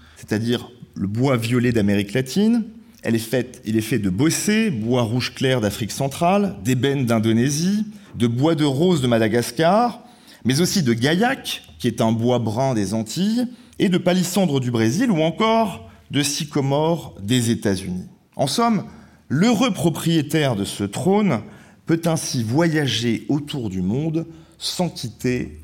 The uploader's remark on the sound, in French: A l'invitation du musée d'Orsay. Enregistrement de la conférence du 5 octobre 2021.